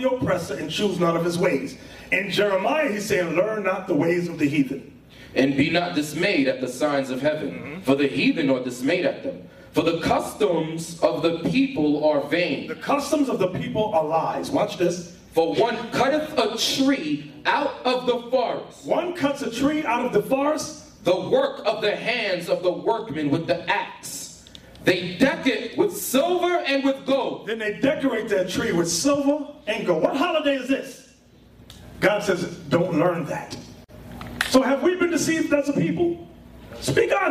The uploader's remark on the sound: In this show we have a lecture at FAMU University.